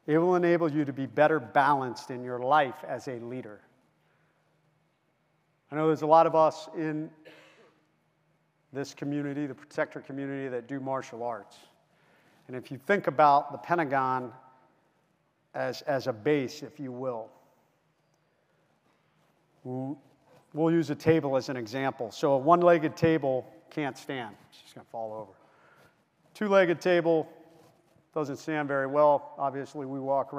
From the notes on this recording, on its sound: Key note speech from our 2023 Street Cop Conference in Nashville, Tennessee. Speak to over 1700 cops.